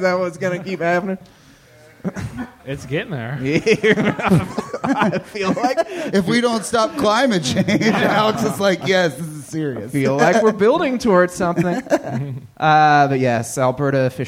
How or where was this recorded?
live audience